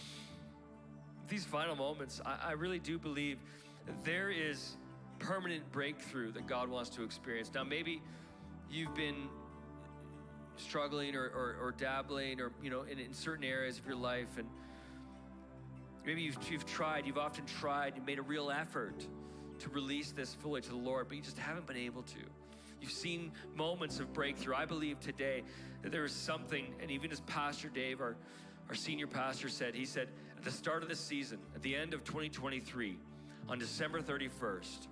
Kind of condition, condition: setting, large echoing room